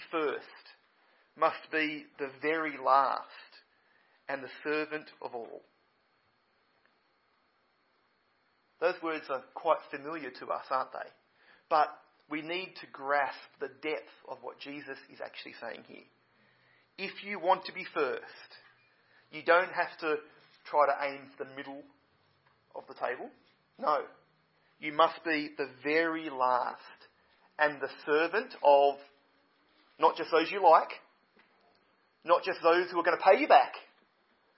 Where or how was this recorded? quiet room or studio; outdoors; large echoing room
large echoing room